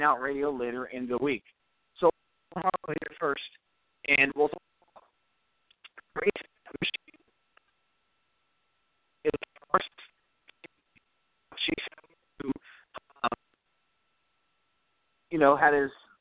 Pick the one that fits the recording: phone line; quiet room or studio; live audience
phone line